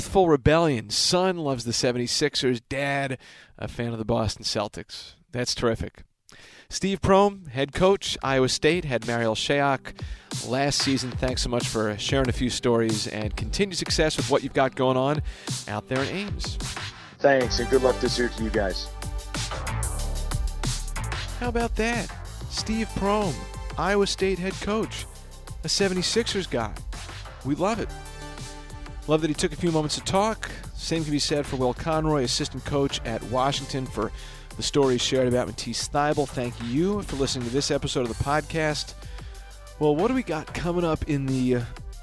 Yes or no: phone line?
yes